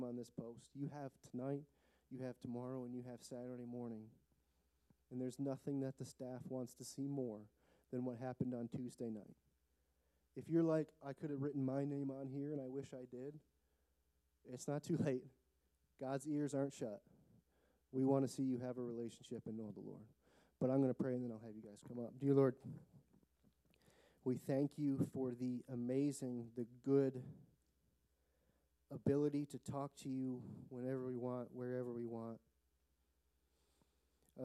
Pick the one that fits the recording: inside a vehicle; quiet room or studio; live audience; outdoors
live audience